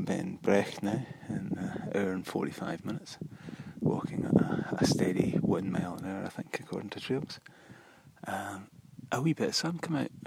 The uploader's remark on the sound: Walkcast. I am still experimenting with recording on the hoof. This time I decided to record a series of short clips in Voice Memos. The intention was to string them together quickly with Ferrite . I found that a bit footery on the phone and ran into the three track for free limit.